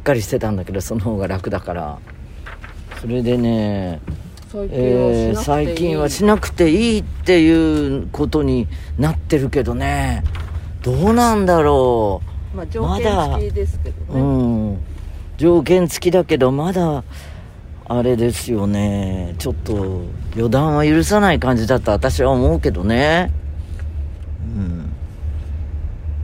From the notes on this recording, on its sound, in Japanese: 今週も車の中からコニャニャチワ。